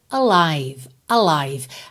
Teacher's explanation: Atenção que esse A inicial, ele tem que aparecer, mas ele não tem ênfase